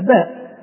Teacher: إذن الباء من حروف الشدة والجهر